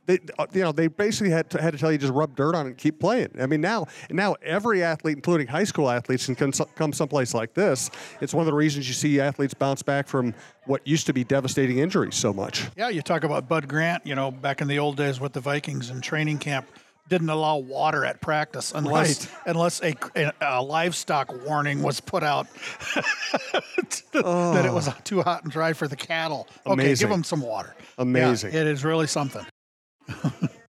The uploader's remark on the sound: Live at TCO